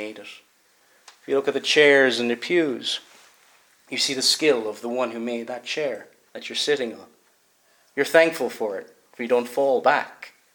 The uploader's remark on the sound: Preached at Kilmuir - Stenscholl -Staffin- Free Church -Continuing.